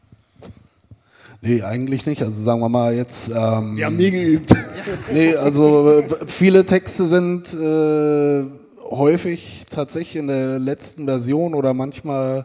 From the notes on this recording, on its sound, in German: In Köln gesellten sich gleich drei Deutschrap-Urgesteine zu den beiden auf die Bühne